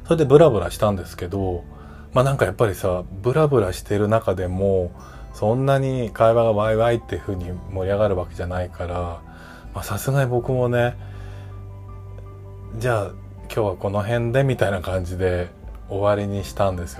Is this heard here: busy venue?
no